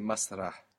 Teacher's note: We must hear that breathy H on the end there